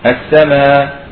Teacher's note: نبدل الهمزة إلى ألف السماء، ثم يجوز فيها قصر توسط طول. · Term: الإبدال